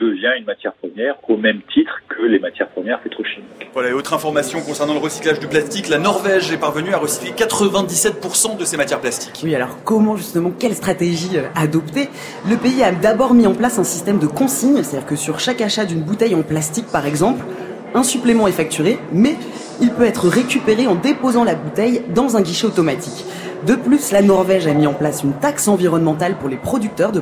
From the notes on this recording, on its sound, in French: Emission en direct du Salon Livre Paris 2019.